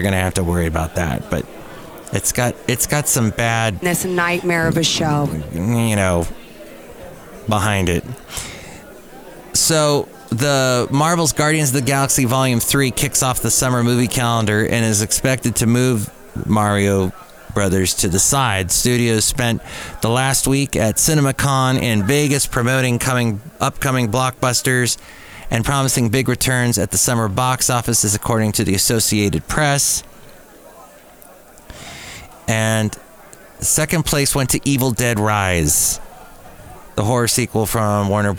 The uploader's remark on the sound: podcasts live from Café Anyway